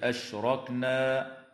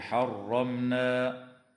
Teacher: تفخم الراء وصلا ووقفا في كلمة أشركوا، وفي كلمة أشركنا، وفي كلمة حرمنا، نظرا لأنها مفتوحة.